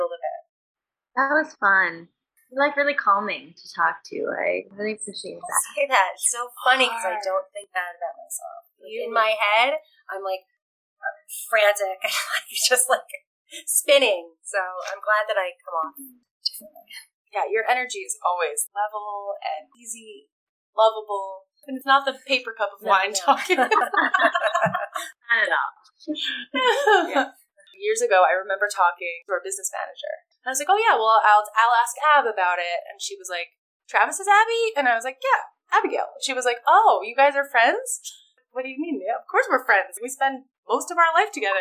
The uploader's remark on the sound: What do you get when you have two different dressing rooms in two different time zones with two microphones between three band wives, one loud sound check and ZERO sets of headphones? Pretty bad sound quality.